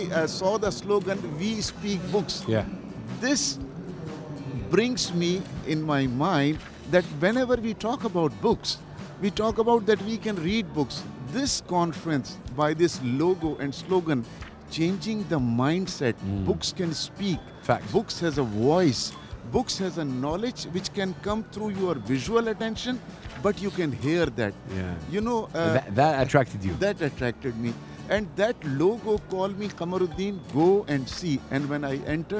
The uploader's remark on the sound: Live from SIBF 2023